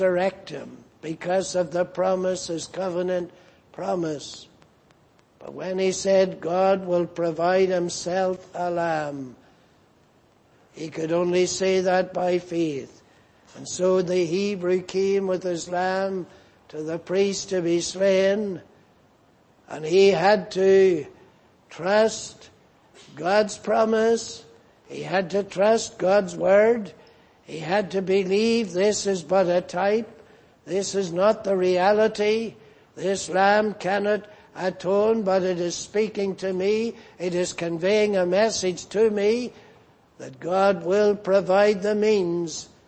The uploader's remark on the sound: Preached in Grafton. At the Lord’s Day Evening service.